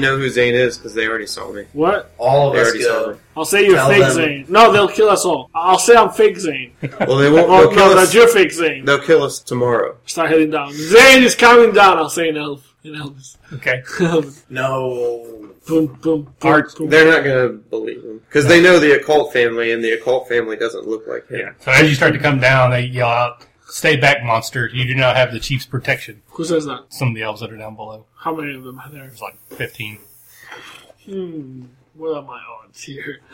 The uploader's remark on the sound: The sound quality of this episode was very up and down. I spent way too much time trying to equalize the highs and lows.